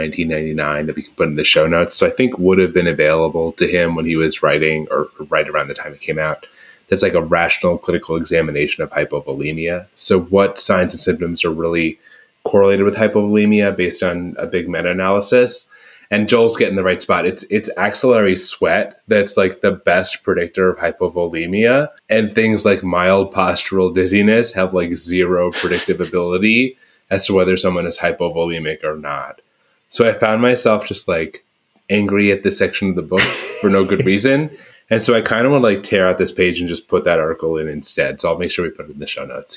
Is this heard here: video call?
no